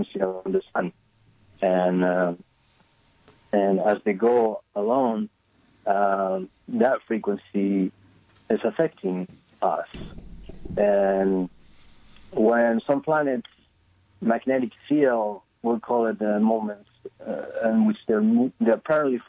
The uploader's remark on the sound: We speak by telephone.